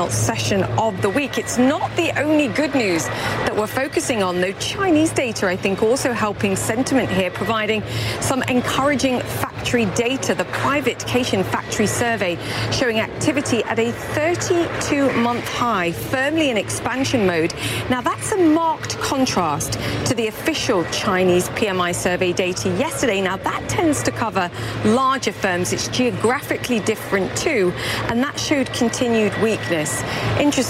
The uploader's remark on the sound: live from the New York Stock Exchange